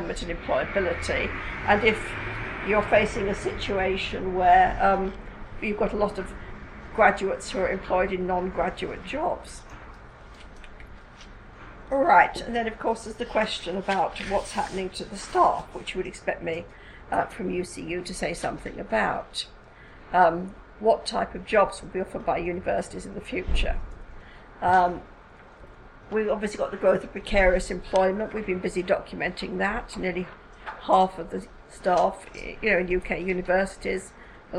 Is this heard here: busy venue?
yes